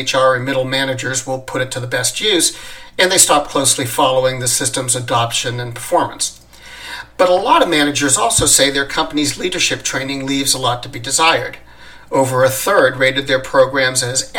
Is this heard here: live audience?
no